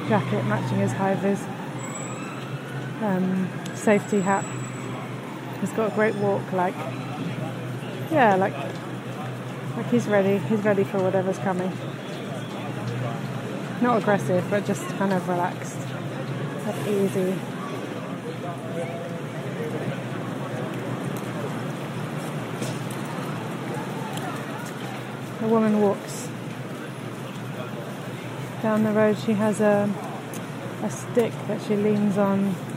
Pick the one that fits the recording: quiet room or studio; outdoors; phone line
outdoors